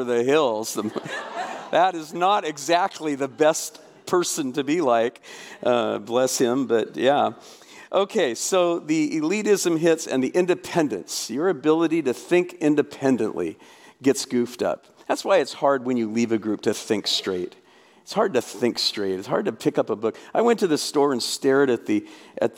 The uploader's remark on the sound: The first of 11 talks from this year’s RESTORE Conference. This was an amazing gathering of survivors of church hurt and abuse as well as pastors and Christian leaders, wanting to better minister to the survivors.